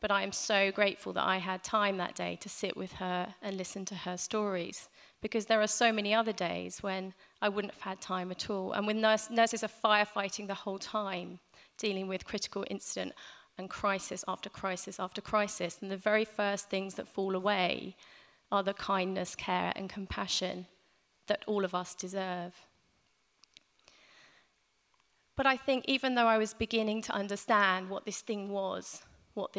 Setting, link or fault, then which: setting, live audience